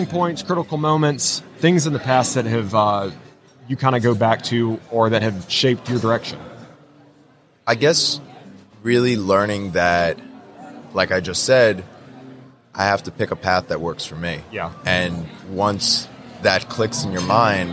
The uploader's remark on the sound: LIVE from WORKBENCHcon 2022. Live edition of Organization Conversation.